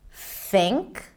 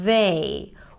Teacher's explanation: the voiceless TH, or some people call it the soft TH, where it's just air coming out between the tongue and teeth.